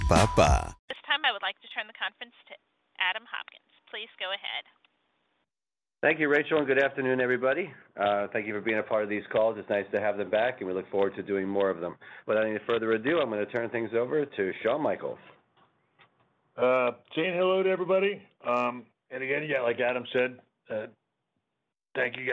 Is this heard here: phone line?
yes